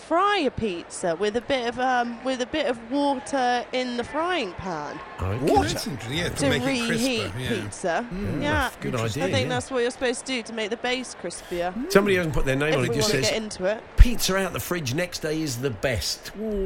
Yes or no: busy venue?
yes